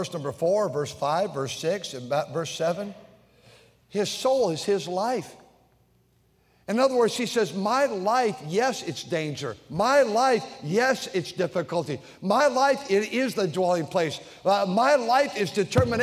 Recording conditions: large echoing room